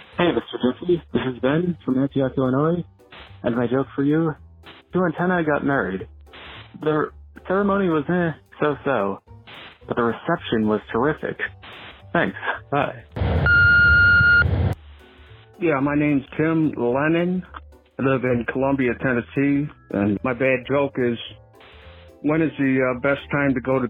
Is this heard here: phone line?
yes